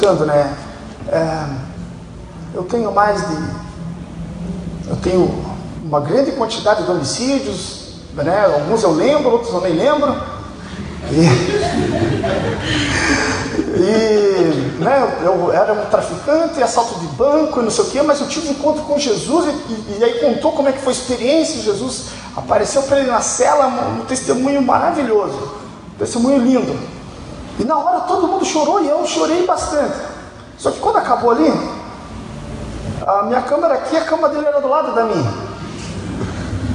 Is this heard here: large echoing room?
yes